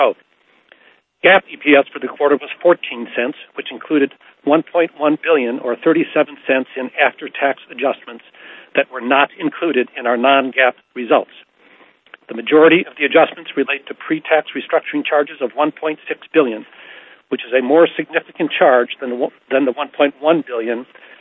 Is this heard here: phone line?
yes